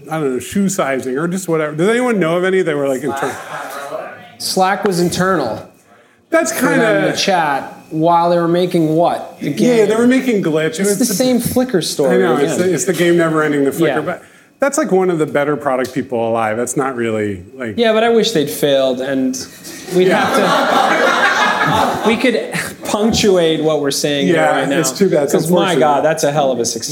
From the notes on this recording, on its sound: record a live podcast episode at our Ship It!